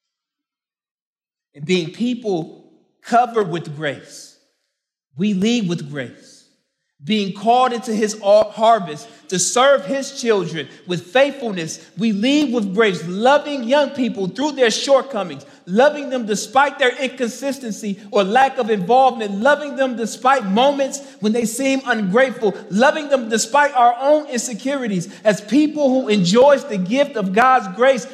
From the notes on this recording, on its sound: main talk from the 2023 Rooted Conference in Franklin, TN